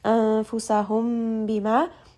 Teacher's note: ميم and باء are going to be merged together with غنة or with إضغام. بما، this is a two count med.